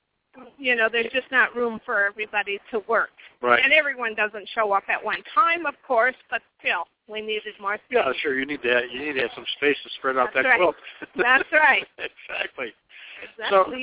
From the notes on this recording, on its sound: Live From Sun City Arizona - Bell Recreation Center Fun Fair.